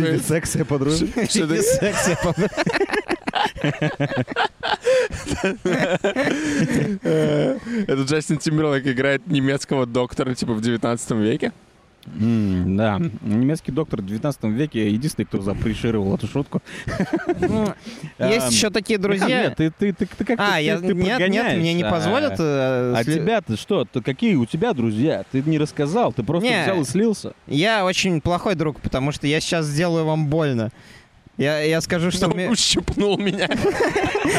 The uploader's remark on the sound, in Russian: Мы не будем бесконечно записываться на пляже